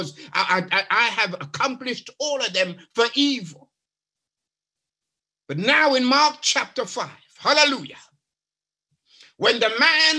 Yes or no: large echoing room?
yes